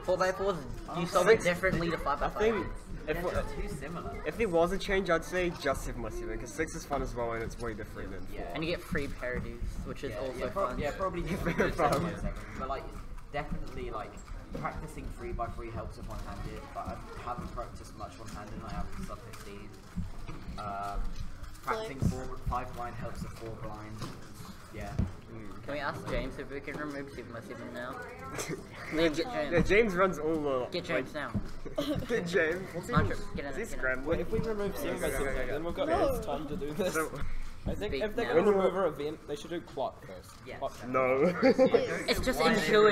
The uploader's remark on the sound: we recorded the scene at New Zealand Nationals 2019